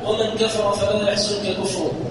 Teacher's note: فإنه لم يدغمه لكون النون ساكنة قبل الكاف فهي تخفى عندها